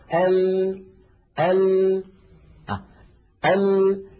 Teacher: جربوا هكذا ال ال ال، الصوت يخرج من هنا من الرئتين، الهواء يخرج لما يصل إلى الفم يجد هذه المنطقة قد انقفلت تماما، فيضطر الصوت أن ينحرف بعضه عن يمين اللسان وبعضه عن يسار اللسان ثم يتابع طريقه إلى الخارج. انظروا هكذا هذه المنطقتين، منطقة حرف الضاد اللي هو حافتي اللسان مفتوحة ليس فيها انسداد، فالهواء الخارج من الداخل يصطدم بمقدمة اللسان التي قد انقفلت تماما، فيضطر الصوت أن ينحرف يمنة ويسرى ليتابع طريقه إلى الخارج. · Term: صفة الانحراف في اللام